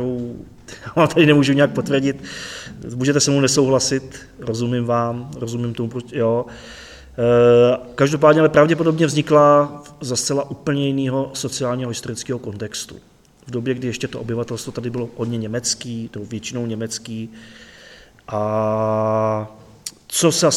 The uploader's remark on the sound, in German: Fand im Juli 2021 eine Veranstaltung in Horní Planá (Oberplan), in Südböhmen statt. Der Mitschnitt stammt vom 2.7.2021, aufgezeichnet im Kultur- und Informationszentrum in Horní Planá.